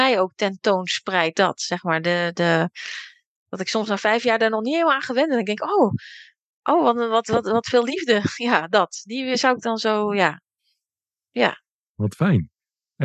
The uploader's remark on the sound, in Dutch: heb ik haar via Zoom geïnterviewd